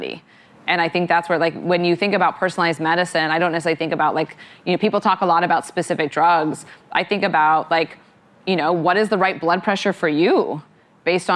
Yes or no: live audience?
yes